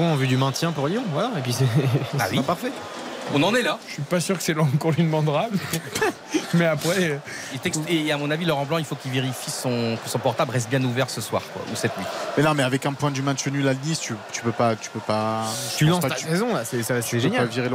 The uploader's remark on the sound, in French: en direct de l'Allianz Riviera